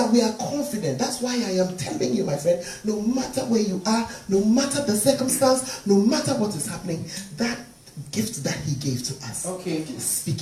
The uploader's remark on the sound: Preached at the Fountain Of Life Cathedral